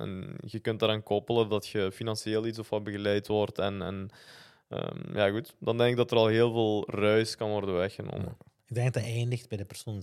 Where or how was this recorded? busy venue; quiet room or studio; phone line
quiet room or studio